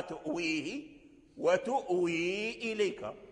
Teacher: ترك الهمزة على ما هي وهي ساكنة، فقرأ تؤويه وتؤوي إليك فلم يبدي. · Term: حقق الهمزة